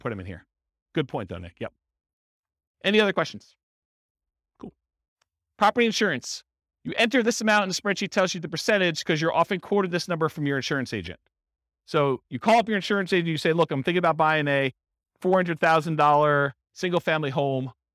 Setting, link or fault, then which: setting, live audience